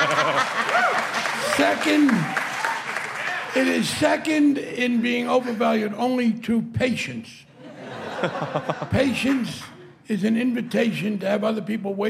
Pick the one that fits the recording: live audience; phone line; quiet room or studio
live audience